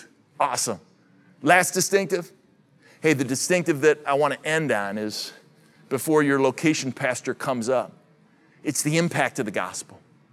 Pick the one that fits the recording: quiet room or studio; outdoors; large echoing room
large echoing room